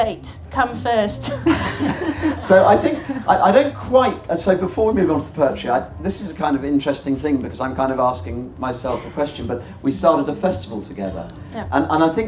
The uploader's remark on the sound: In front of several hundred people at The Good Life Experience 2017. The audience join them in a sing-along.